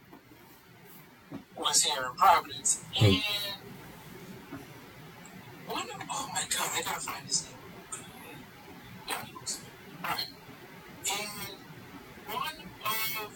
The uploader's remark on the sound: Major apologies for the sound quality in this week's episode!